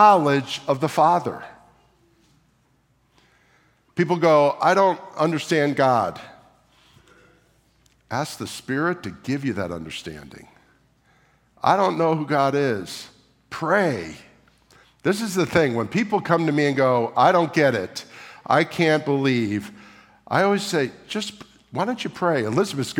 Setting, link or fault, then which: setting, large echoing room